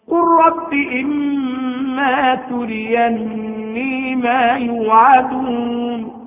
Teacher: جاءت اللام ساكنة بعدها راء فأدغمت اللام في الراء